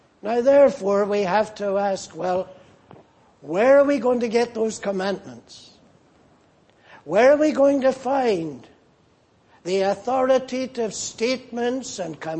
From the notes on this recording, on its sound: Preached in Grafton. At the Lord’s Day Morning service on 28th January, 2024.